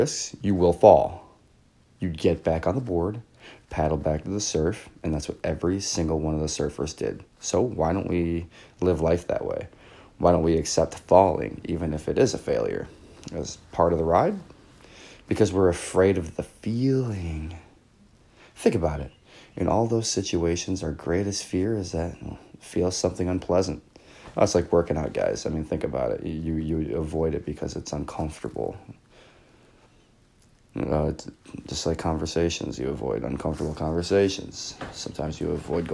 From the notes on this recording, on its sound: Recorded on Zoom H1 or apple iphone in Garage Band